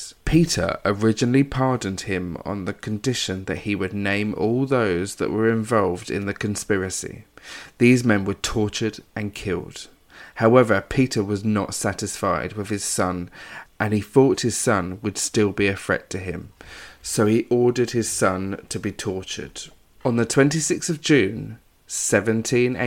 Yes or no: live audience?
no